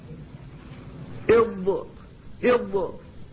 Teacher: الصفة الخامسة من هذه الصفات الانفرادية هي الاستطالة، وهي صفة الضاد، والمقصود بها الاستمرار في المخرج إلى نهايته، من أوله إلى نهايته. فالضاد تبدأ في الخروج من حافة اللسان من مائل الأبراس وتستمر إلى مخرج اللام، إض، فتستمر استمرارا، هو الذي يسمى بالاستطالة.